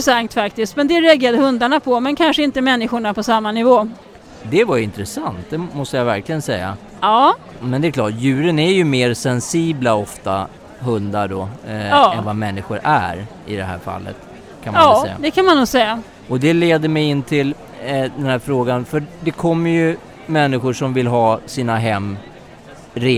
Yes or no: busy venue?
yes